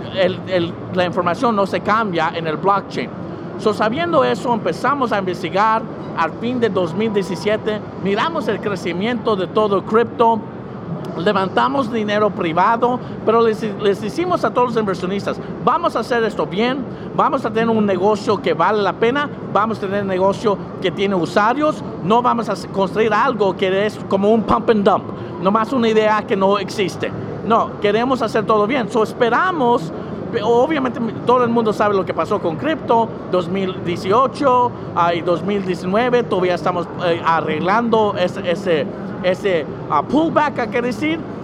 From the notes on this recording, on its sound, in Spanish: en vivo desde talendland 2019